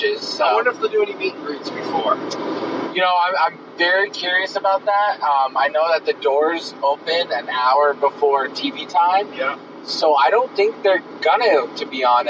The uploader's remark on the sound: The show as recorded in two parts, on the road down and back from the show.